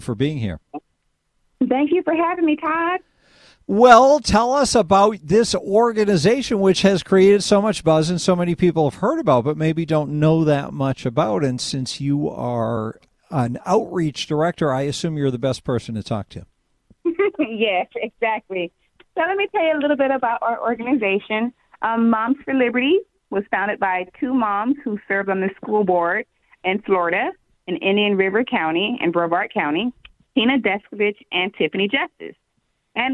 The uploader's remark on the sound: take some phone calls